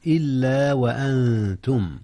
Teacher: جاء الإخفاء هنا يا أستاذنا. أخفي النون قبل التاء إذ التاء من حروف الإخفاء